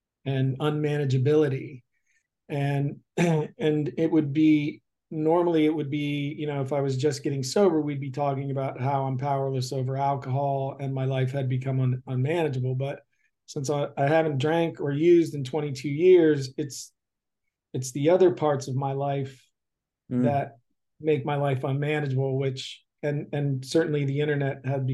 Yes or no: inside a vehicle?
no